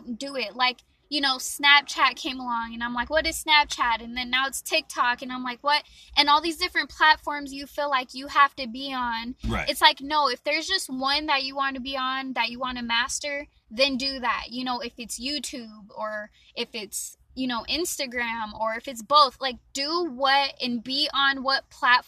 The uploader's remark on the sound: Great conversational live interview in the park